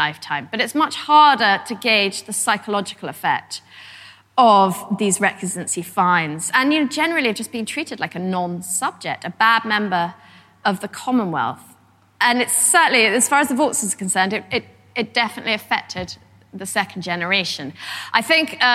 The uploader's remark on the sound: a lecture from our 2014 History Weekend in Malmesbury